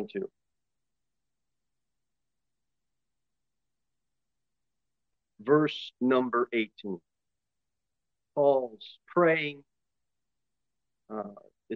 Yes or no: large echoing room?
yes